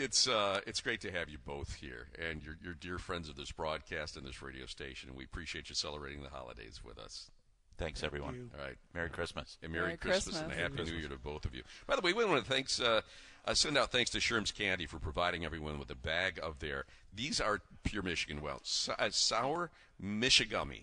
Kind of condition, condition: setting, busy venue